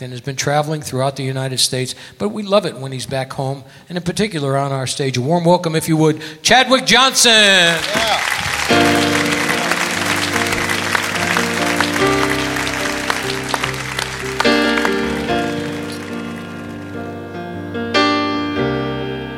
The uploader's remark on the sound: Live at the South Point Casino.